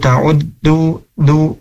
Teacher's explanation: Nah, cuman tadi ada beberapa huruf yang mungkin sedikit gitu ya dikoreksi, di huruf dalnya wa in ta'uddu ta'uddu ni'matan. Nah, huruf dal itu ujung lidah ya menempel ke tempat tumbuhnya gigi seri atas